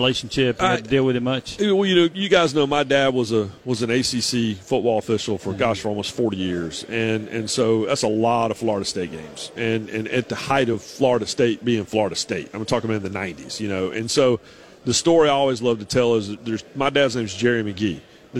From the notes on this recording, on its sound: Live from SEC Media Days.